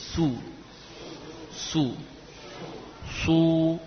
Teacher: Memang sekilas mirip, namun diusahakan tampak beda. Ya, isti'la pada shad harus nampak